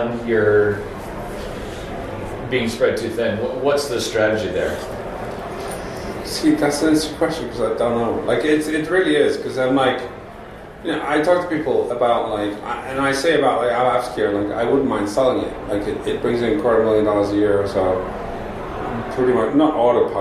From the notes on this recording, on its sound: This episode was recorded in a live venue, so please pardon some background noise.